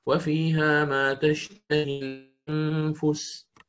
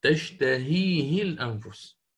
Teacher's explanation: الإمام حفص هكذا يقرأ، الإمام شعبة الآن سيحذف هاء الكناية، وفيها ما تشتهي الأنفس، تكون هكذا يعني أكتبها أمامكم هنا، تشتهي الأنفس، فهو يحذف هاء الكناية تصبح تشتهي، لكن الياء التي بعد الهاء التي هي من أصل الكلمة هنا تفعل، فهذه الياء التي بعدها ستحذف وصلا لالتقاء الساكنين فتصبح تشتهي الأنفس · Shown in: first take